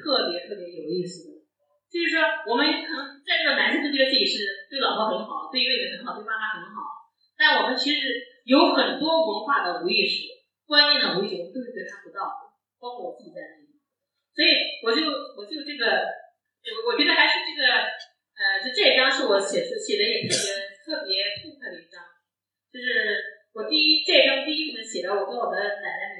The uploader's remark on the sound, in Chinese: 现场特辑。本次节目属于现场临时录制， 音质较差请谅解。